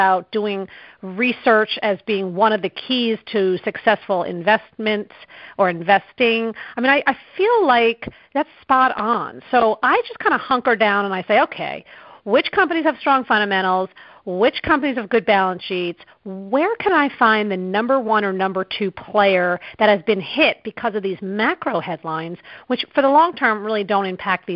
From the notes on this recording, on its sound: Calls in to talk about the bigger world.